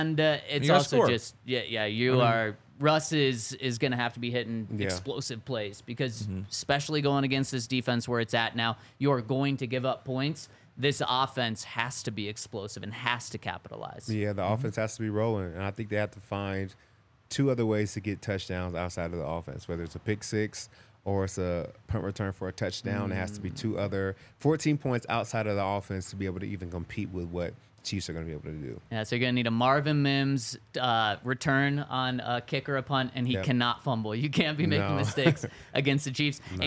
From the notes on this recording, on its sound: coming to you LIVE from the DNVR Bar